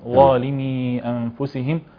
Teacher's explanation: تفخيم الظاء تفخيما كاملا لأنها في أعلى مراتب ودرجات التفخيم